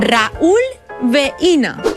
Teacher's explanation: En el diftong decreixent I-U, la dièresi significa que tenim un iat i que, per tant, es llegen en síl·labes diferents